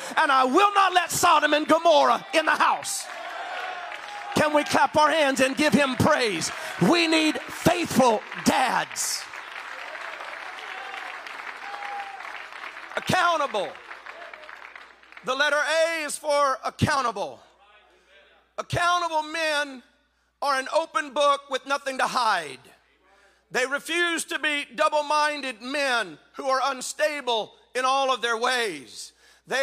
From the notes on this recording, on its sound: spoke this message at the 2021 NTX District Men's Conference